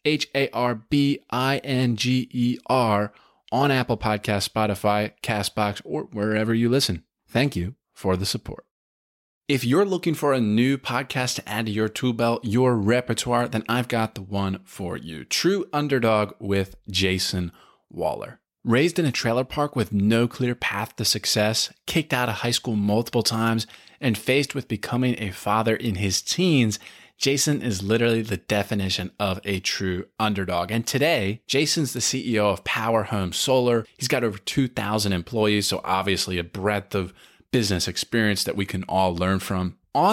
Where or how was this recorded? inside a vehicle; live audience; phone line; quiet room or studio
quiet room or studio